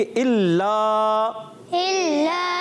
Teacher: इल्ला को लाम को बारीक पढ़ना है, एक अलिफ खींचना भी है